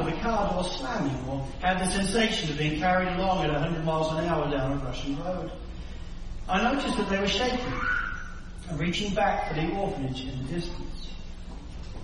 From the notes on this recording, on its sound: Sermon recording from Sunday 7 May 2023